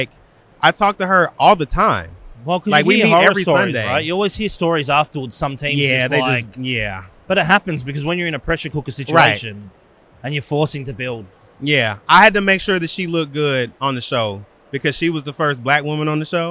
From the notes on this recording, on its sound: filming live on location at Brickvention 2023